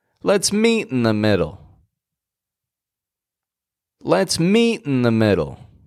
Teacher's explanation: We're raising our voice on the word meet.